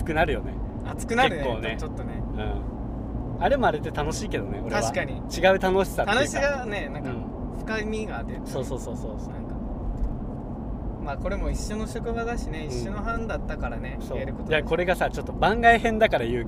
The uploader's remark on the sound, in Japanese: ボードの帰り道に、ただ喋ってるだけじゃもったいないよね、、収録でもしてく？のテンションで全くテーマを決めずとった。またまた車なので聞き苦しいかもしれないですし。